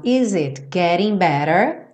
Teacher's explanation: o T, tanto do getting quanto do better, com rarara, aquela redução